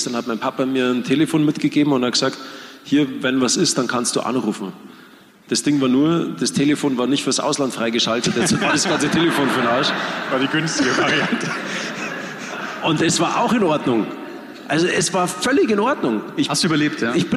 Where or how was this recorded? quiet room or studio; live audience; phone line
live audience